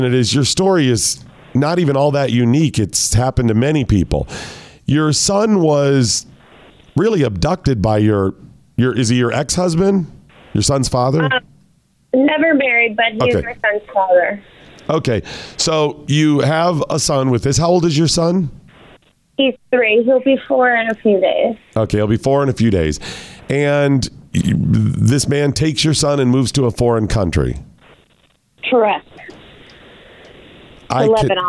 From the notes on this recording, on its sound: joins the show by phone